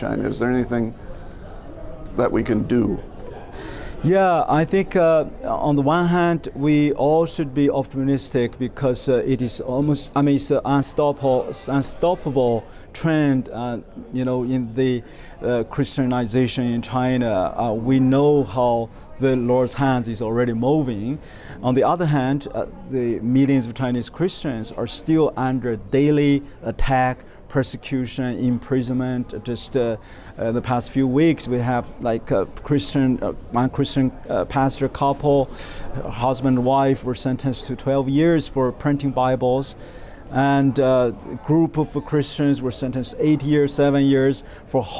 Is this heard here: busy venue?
yes